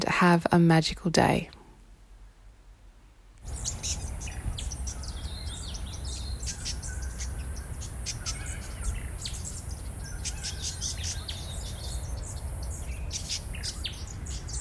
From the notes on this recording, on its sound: It’s an audio experience that comes to you directly from nature. The sounds of birds and bushland. This particular episode includes an intro from me, grounding you into the experience.